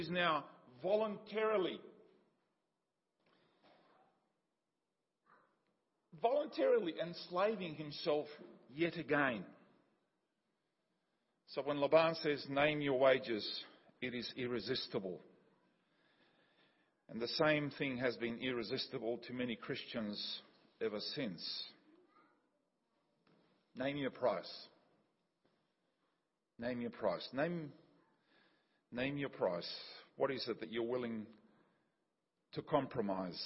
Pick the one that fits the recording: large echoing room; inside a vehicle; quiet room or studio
large echoing room